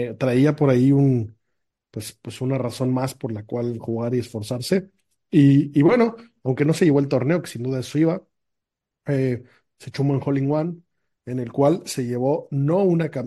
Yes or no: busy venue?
no